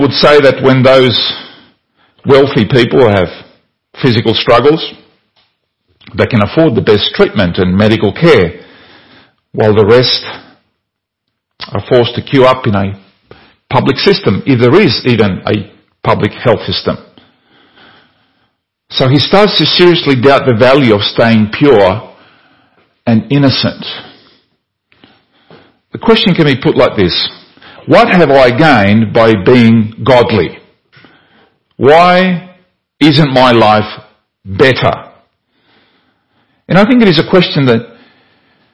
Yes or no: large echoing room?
yes